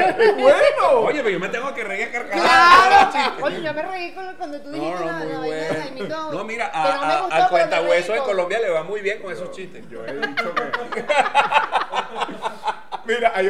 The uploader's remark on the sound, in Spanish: Techo Tres es un programa grabado en vivo.